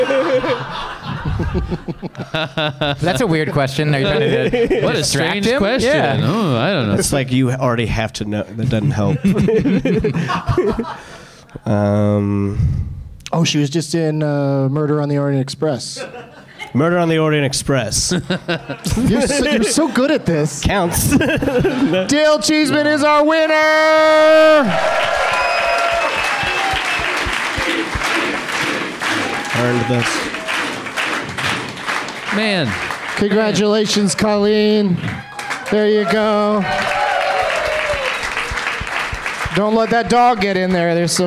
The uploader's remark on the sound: Live from Laugh Boston